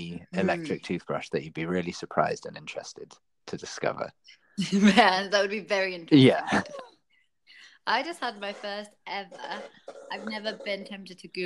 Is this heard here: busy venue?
no